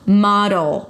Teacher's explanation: The O is the as in father, ma, and then it's a D that shifts immediately to the L. Model. Make it a light D.